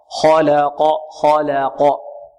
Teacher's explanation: وما خلق، خلق، نحذر من تفخيم ماذا؟ اللام، لأنها وقعت بين مفخمين. البعض يقول خلق، خلق، لا لا، خطأ، خلق، خلق.